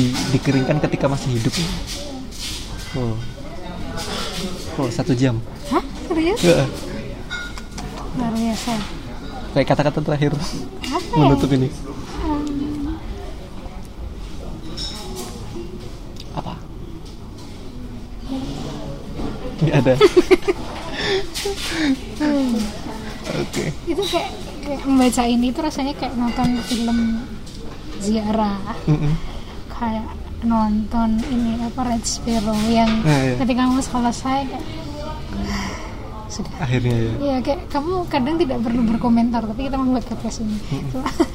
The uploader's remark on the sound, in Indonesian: Mohon maklum ambience-nya berisik karena merekamnya di Analogi Cafe (dan di bawah tangga, pas --").